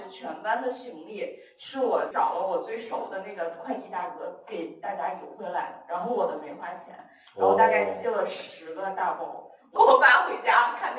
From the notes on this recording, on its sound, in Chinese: 最近两期由于场地不熟悉，设备出了问题，只能用备用素材，所以音质稍有问题。